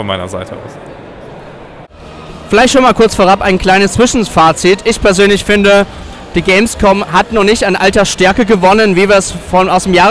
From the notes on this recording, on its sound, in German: Gamescom 2023. Wir haben auf der Messe immer wieder Ton-Aufnahmen aufgenommen.